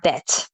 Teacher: make sure you pronounce that D as a T there